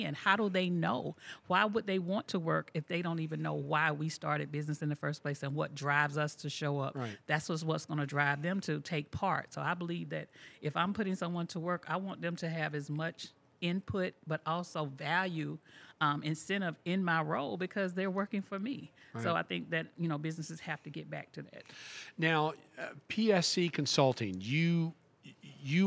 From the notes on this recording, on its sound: This and the following segments were recorded at this year’s annual JMI Small Business Leadership Conference hosted at Loews Sapphire Falls Resort .